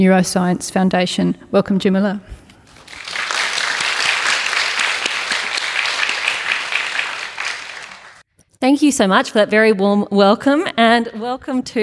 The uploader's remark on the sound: With thanks to UNSW Centre for Ideas . This event was recorded on Thursday 10 November 2022 at The Capitol.